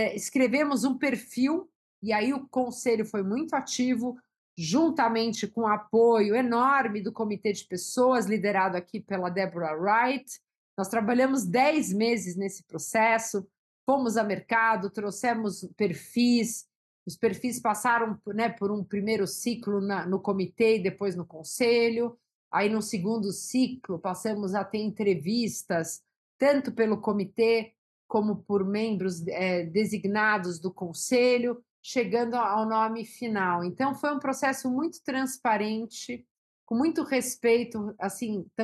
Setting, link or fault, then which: link, video call